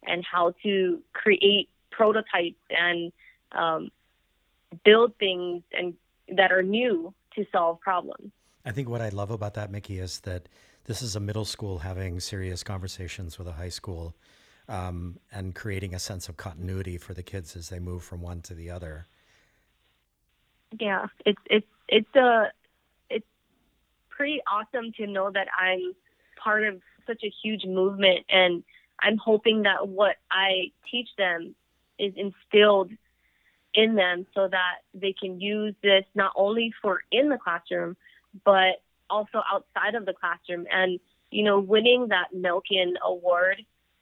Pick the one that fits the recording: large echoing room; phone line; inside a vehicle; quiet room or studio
phone line